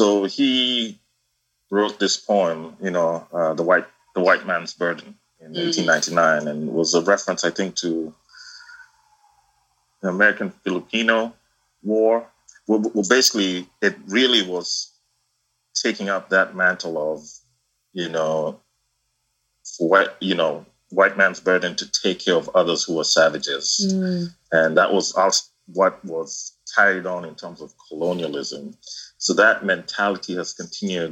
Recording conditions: video call